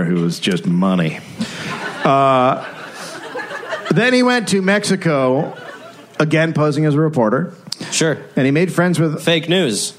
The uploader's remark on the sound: Live in Phoenix